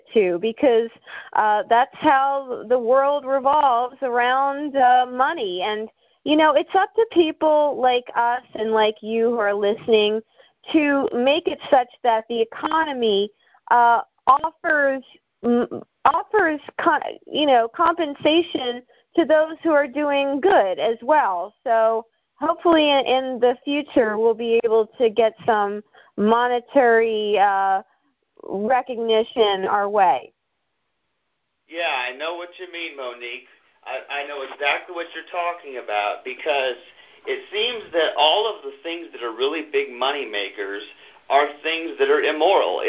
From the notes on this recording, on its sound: This episode is the audio of a conference call over the phone that was recorded some time in August 2018.